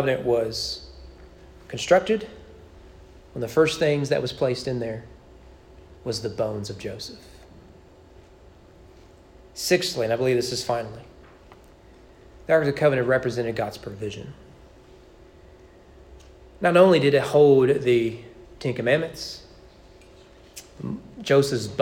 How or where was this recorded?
large echoing room